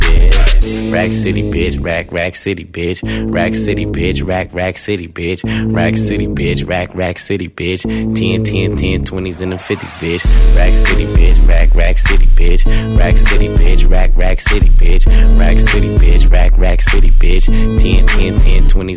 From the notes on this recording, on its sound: Live In Da Mix - One Night at La Viva Bremen 3.